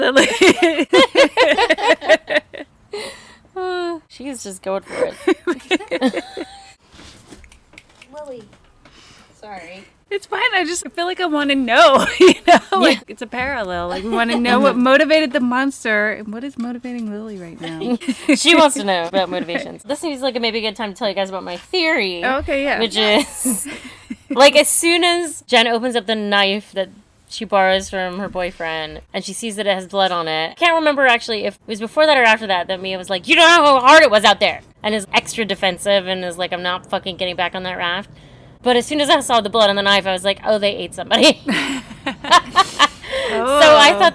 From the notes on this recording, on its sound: with plenty of ambient sound to set the scene